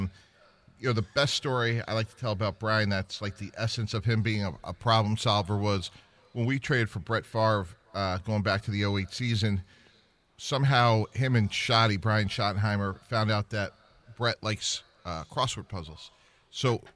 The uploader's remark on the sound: live from The Meadowlands Racetrack